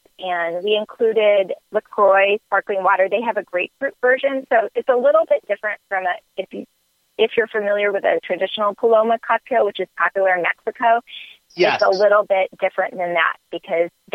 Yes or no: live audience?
no